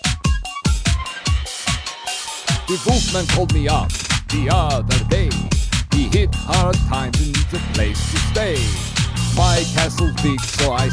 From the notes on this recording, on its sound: Phone calls.